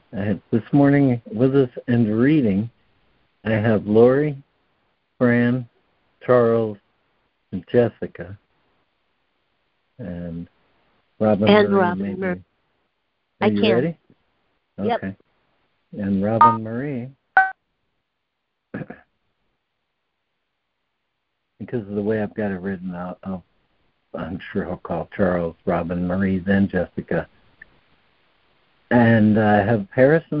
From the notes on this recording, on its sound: ACIM Daily Conference Call